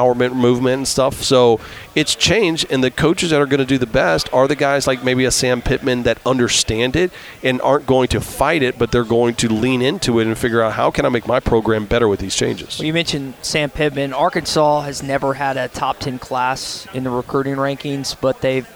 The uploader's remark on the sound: LIVE from Radio Row